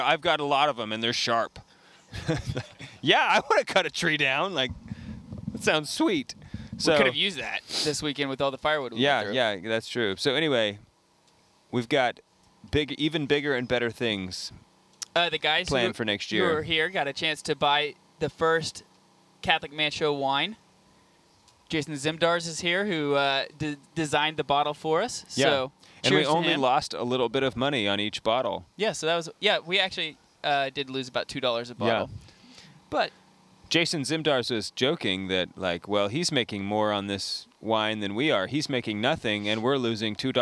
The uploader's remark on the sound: Live from The Catholic Man Show Campout at Clear Creek Abbey